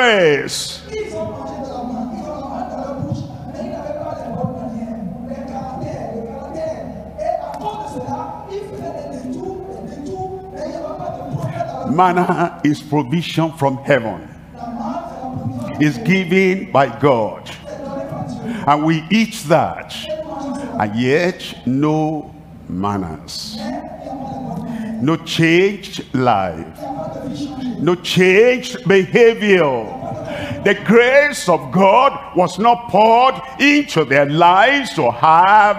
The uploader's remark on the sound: live from Lomé, Togo